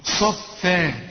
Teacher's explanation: صاف مفخمة وبعدين رقق الفاء مع المد بتاعها، صفا، وبرضو في نهايتها ألف عند الوقف.